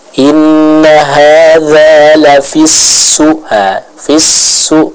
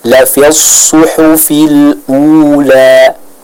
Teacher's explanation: Maka di sini kita tebalkan pengucapan huruf shad, ya. · Shown in: second take · Huruf shad harus kita tebalkan, karena kalau tidak ditebalkan, apa?